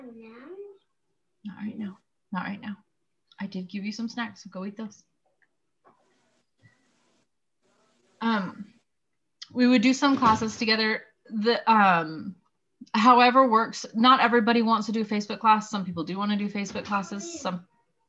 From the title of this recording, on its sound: First Zoom of 2021!